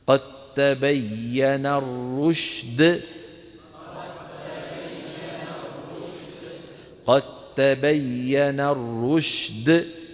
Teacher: قد تبين دال ساكنة بعدها تاء متحركة، لكن الدال والتاء من المخرج نفسه. قال إمامنا الجزري رحمه الله وأولي مثل وجنس إن سكن أدغم، فهنا التقى حرفان متجانسان الدال مع التاء فلا بد من الإدغام.